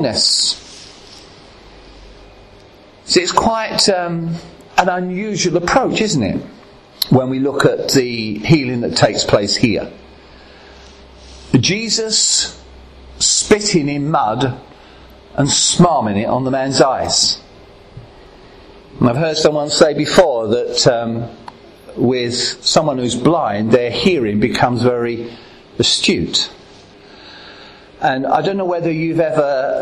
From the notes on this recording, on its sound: at Ashingdon Elim Pentecostal Church